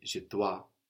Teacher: We've seen OI, like in je dois, giving us a wa sound